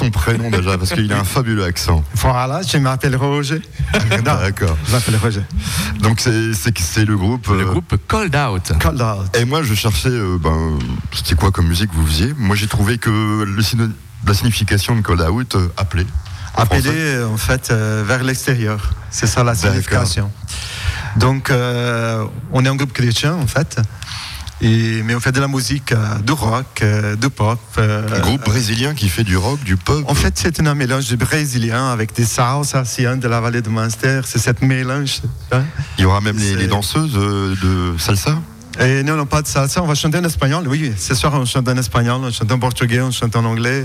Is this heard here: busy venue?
yes